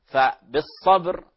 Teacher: ونلاحظ القلقلة وهي خفيفة هنا، لأنه كما تعلمون حروف الشدة أيضا مراتب، فبالصبر فيها قلقلة ولكنها تخرج قلقلة وسط لأنها في وسط الكلام